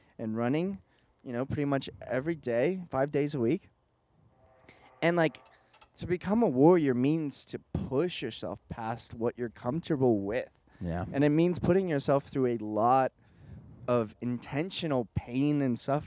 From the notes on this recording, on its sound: Yes, we know the audio is a little punchy… ANYWAY, this week we’re comin at ya live from OUTSIDE the studio considering its exactly 102 degrees.